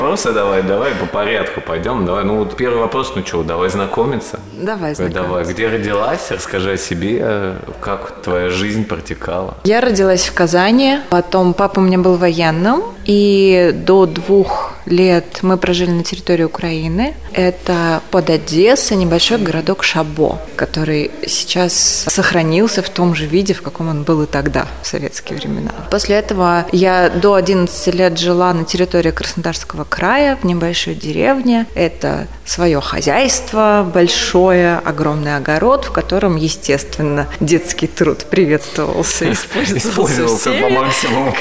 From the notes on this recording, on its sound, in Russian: Записанный на Chefs Team Fest. Москва.